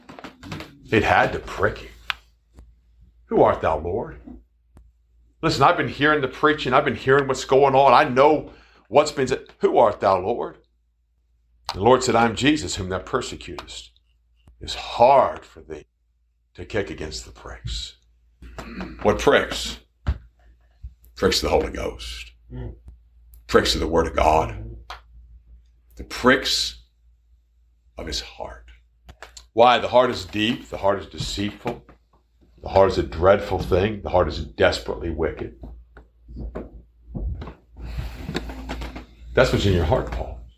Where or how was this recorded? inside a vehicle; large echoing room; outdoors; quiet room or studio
large echoing room